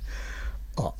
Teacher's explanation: aħna qed ngħidula ħoss glottali għax toħroġ mill-gerżuma